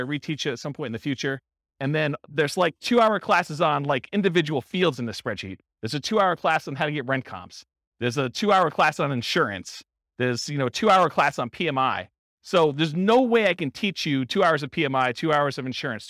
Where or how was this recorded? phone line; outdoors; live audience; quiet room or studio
live audience